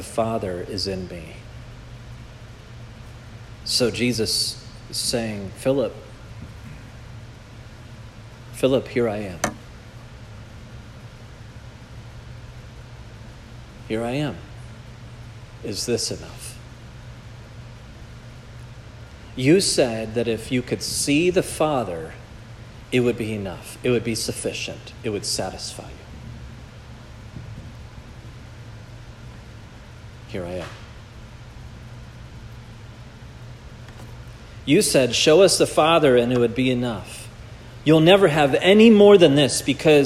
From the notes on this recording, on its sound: This message was preached at Providence Church